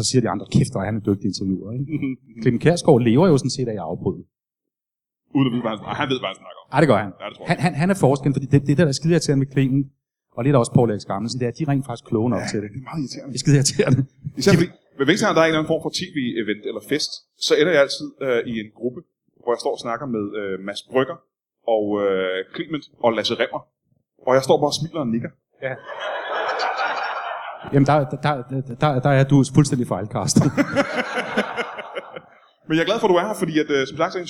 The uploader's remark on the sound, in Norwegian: LIVE fra Comedy Zoo